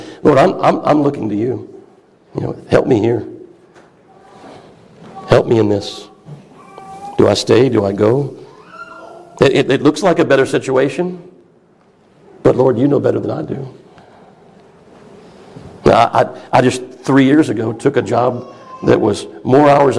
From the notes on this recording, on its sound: A message preached at Christ Fellowship of CENLA Fall Conference 2023